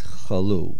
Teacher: the main accent on the word chalu is milara, on the last syllable